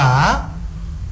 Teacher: qalqala pantulannya itu jangan ke o. Ya. Jadi antara e dan o.